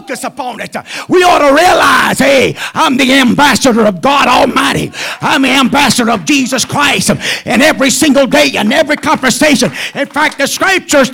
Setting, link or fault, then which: setting, large echoing room